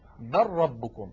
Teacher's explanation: يعني نحول اللام إلى راء وندغم الراء في الراء · Term: إدغام